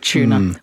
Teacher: What we do is merge that U with the T and becomes a ch